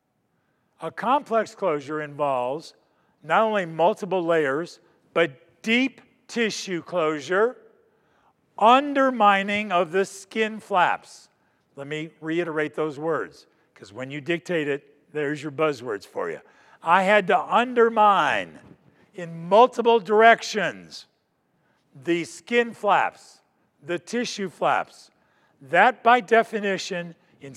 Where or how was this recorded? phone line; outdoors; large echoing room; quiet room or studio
large echoing room